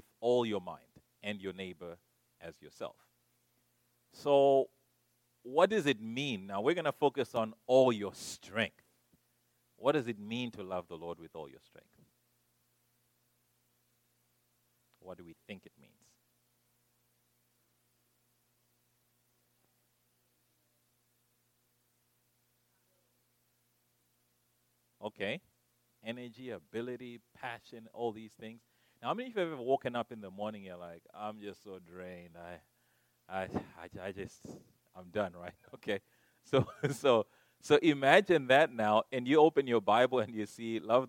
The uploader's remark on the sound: recorded on September 29, 2023, at Ringgold Seventh-day Adventist Church.